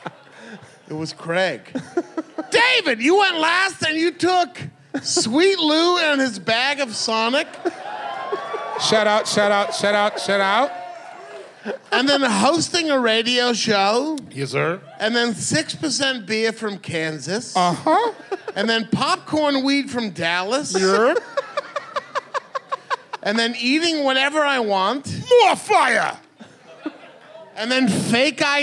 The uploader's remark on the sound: Another live one for you! This was recorded live in Boston at The Sinclair .